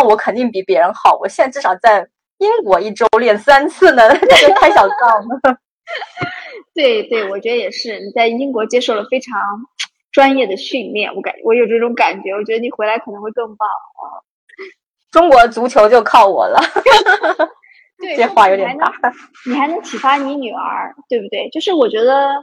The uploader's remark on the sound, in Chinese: 采访了远在英国的一位“传奇”女子，所以环境里会有点杂音和回声。